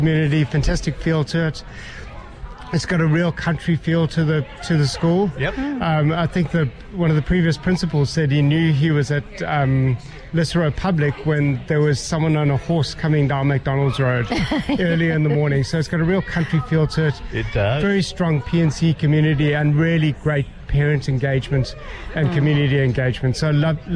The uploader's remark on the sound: Live from the Lisarow Primary School Country Fair! The Gang was LIVE from the Country Fair Lisarow Public School.